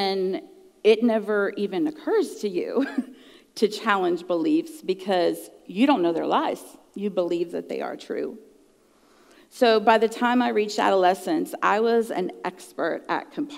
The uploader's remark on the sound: at the June icuTalks live event.